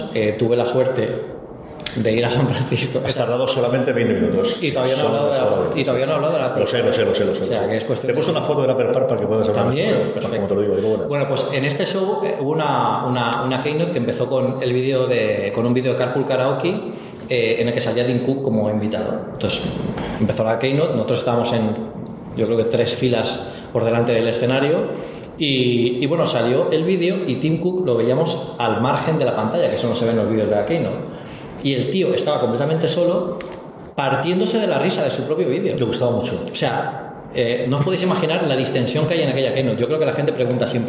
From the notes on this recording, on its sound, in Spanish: Una Cosa Más UCM en Directo. En un programa especial en directo en el Aula de Ámbito Cultural de EL Corte Inglés de Elche, dentro de la programación de la 41ª Edición del Festival Internacional de Cine de Elche.